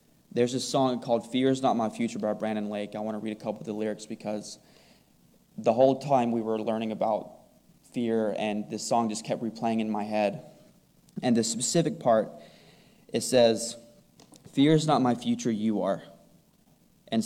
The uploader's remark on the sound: Recorded on July 2, 2022, at the Ringgold Seventh-day Adventist Church. VBS wrap-up service devotional.